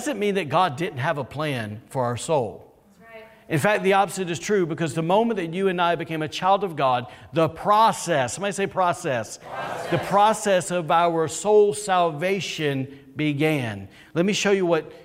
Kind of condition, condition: setting, large echoing room